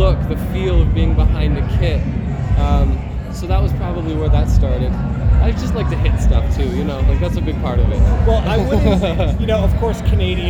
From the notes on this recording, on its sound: Live at the Sonic Temple Art & Music Festival in Columbus Ohio.